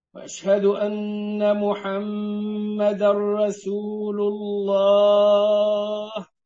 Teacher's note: والعارض السكون من المدود الجائزة اللي هتاخد حركتين أو أربعة أو ستة. فإذا كنت أنت مثلا في خطبة ممكن تقف على الاثنين أو أربعة، وأشهد أن محمد رسول الله، خلاص أربعة كده حلوين. · Term: العارض للسكون